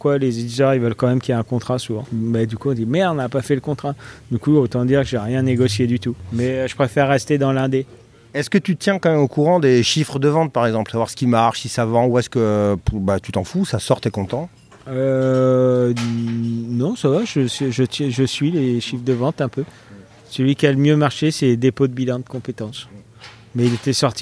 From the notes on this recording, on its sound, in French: Au festival de bande dessinée de Colomiers.